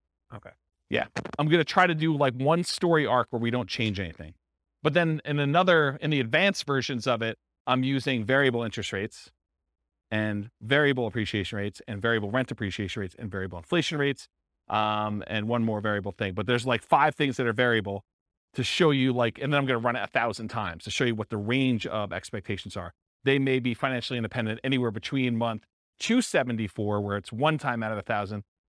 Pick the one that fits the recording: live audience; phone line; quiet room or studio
live audience